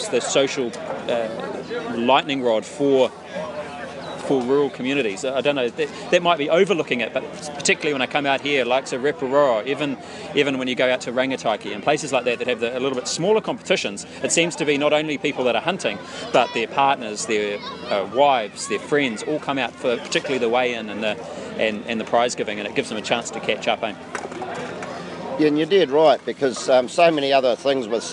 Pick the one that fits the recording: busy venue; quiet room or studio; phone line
busy venue